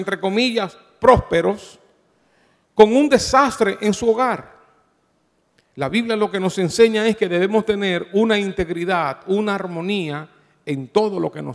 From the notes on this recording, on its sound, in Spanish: Grabado en Iglesia Cristiana Inc.